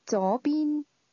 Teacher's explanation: is pronounced with two mid-rising tones